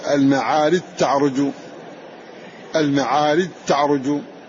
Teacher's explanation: فالجيم تضغم في التاء في قول الله جل وعلا ذي المعارج تعرج